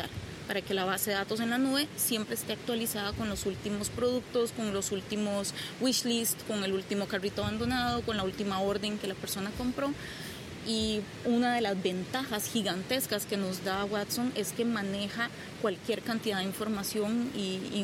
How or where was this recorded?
outdoors